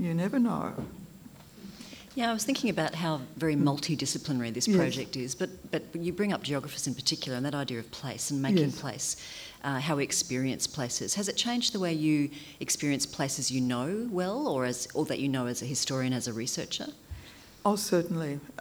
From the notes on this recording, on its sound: This session was recorded at the 2018 Newcastle Writers Festival as part of the University of Newcastle's free NEW Thinking series.